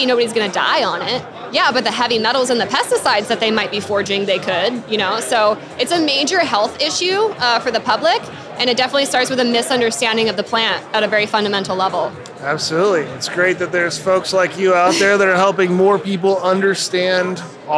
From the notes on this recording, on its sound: In-person interviews recorded on the floor of The Extraction Expo in Los Angeles!